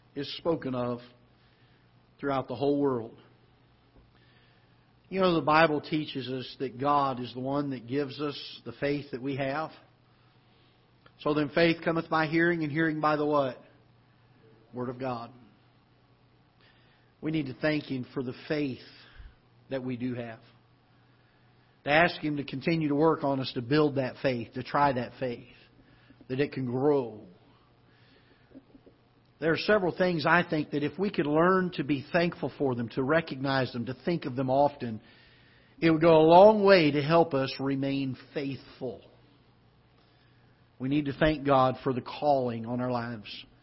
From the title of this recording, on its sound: Ketha Heights Baptist Church ~ Live Broadcast